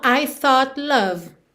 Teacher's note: Eu aproveito que a língua já tá no céu da boca pro T e já desço pro L.